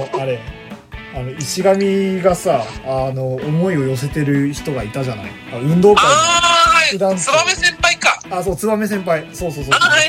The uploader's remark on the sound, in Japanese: 録音機材：iPhone7。